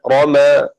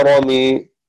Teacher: الشرح المعنى أمال حمزة والكسائي وشعبة ألف رمى رمي في الأنفال وقرأ حفص بالفتح رمى. التوجيه الفتح لغة أهل الحجاز رمى والإمالة لغة عامة أهل نجد